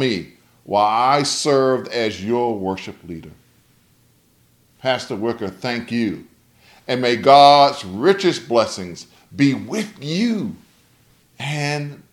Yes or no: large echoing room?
yes